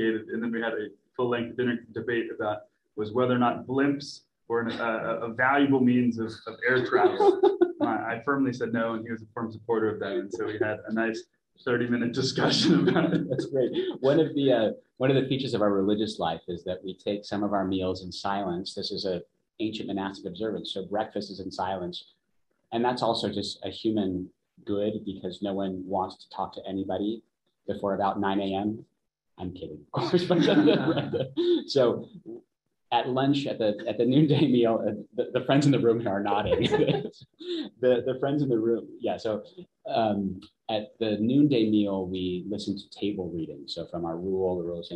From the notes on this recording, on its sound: Live Webinar.